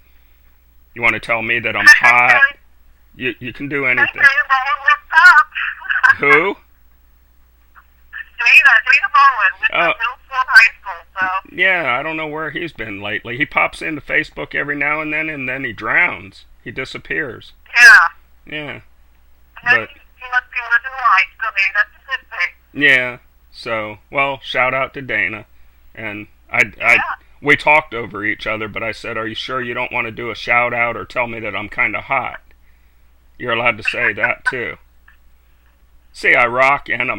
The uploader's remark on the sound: joins the show via phone